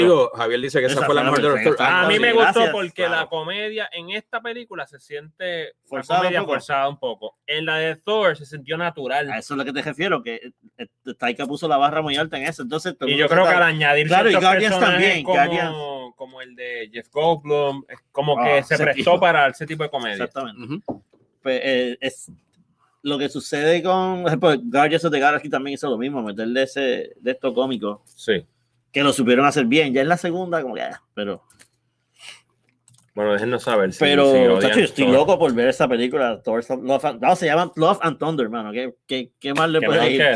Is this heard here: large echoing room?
no